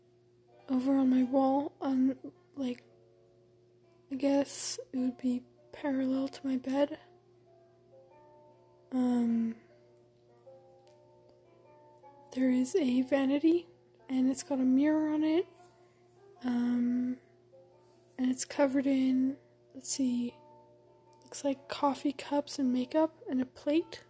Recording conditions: background noise